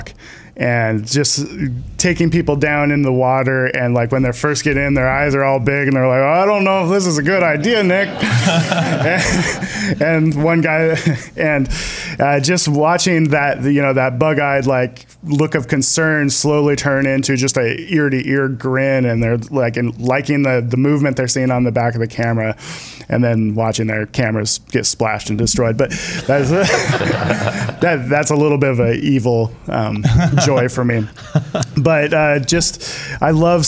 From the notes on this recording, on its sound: Recorded live at the Out of Oregon photography conference.